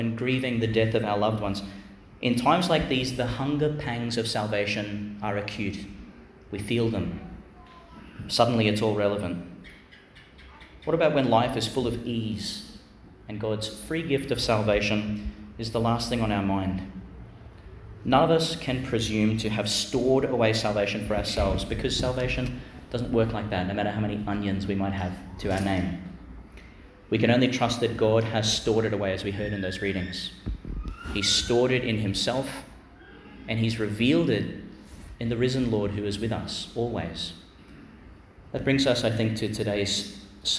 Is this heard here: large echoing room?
yes